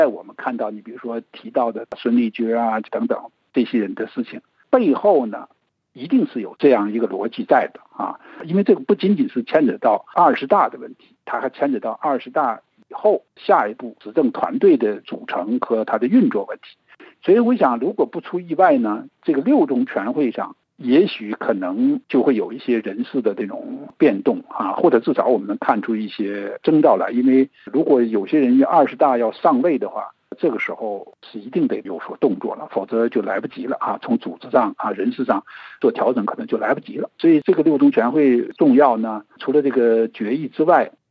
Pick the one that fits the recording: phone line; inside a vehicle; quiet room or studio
phone line